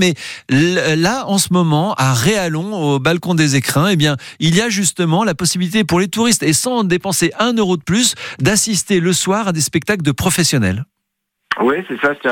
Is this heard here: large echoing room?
no